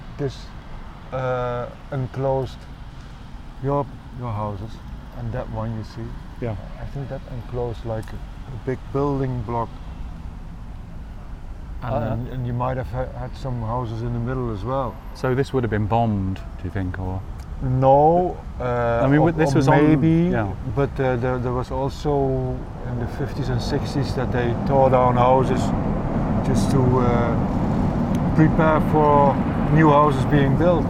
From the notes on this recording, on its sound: Radio On Berlin. Sat down in the junkie park right outside the Radio On studio in Kreuzberg. Amidst traffic noises, sirens, u-bahn traffic and butterflies fluttering around. Homeless wasps annoying people eating cakes. Against a background of eternal traffic noises.